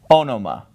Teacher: But when we're dealing with onoma, notice how with the nominative and accusative, the accent's on the first syllable, onoma